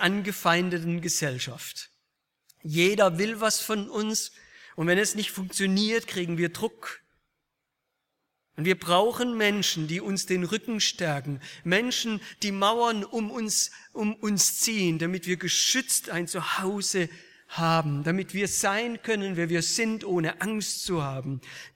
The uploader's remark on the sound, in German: aus dem Gottesdienst der Liebenzeller Mission